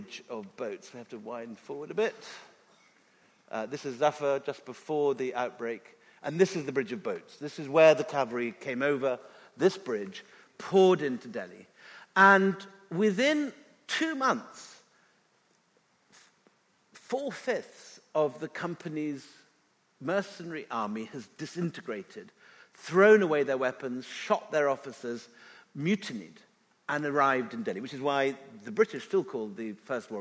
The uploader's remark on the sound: This episode is a live session from #JLFBelfast2019.